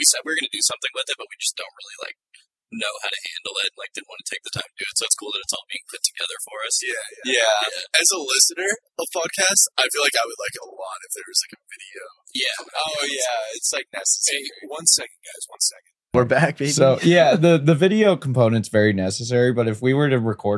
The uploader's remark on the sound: There is an audio issue that stops after the first 2 minutes. Live in the study with special guest.